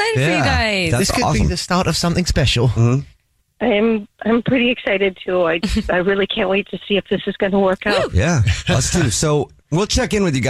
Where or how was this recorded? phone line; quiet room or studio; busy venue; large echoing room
phone line